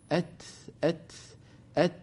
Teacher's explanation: همس التاء نفس، نفس بعد التاء، أت، أت، وليس سينا